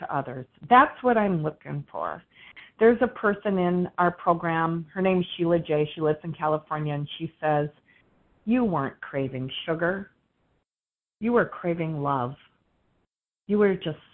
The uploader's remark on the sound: 100 Pounders Phone Meeting.